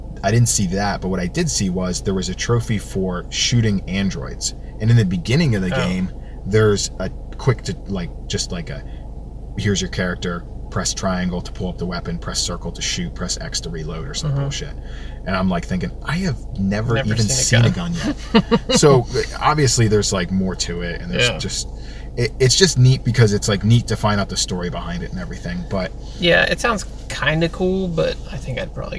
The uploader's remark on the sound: This is a throwback episode to when we recorded in the car.